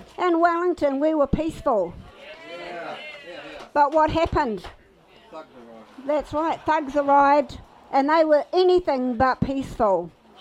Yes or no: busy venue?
yes